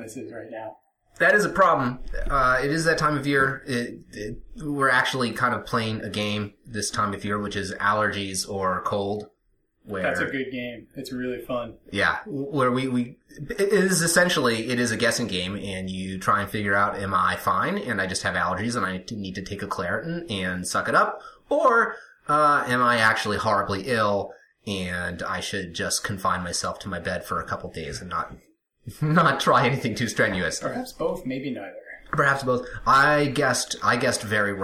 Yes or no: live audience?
no